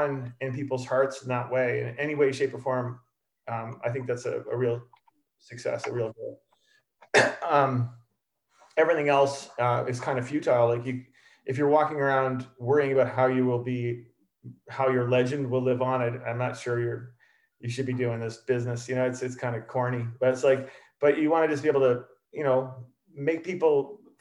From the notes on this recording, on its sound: we had them on a Zoom call last week to ask us some questions and interact